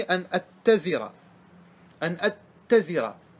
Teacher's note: قلبت الهمزة ياء ثم تاء ثم أضغمت التاء في التاء